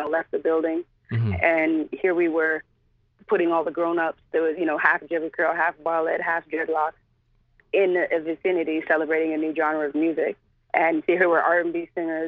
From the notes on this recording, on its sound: called into our radio show